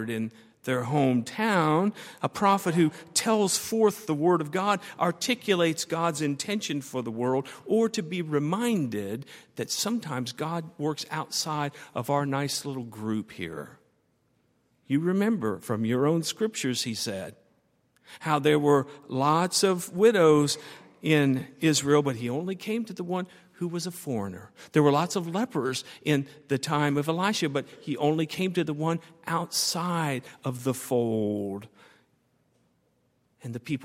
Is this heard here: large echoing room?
yes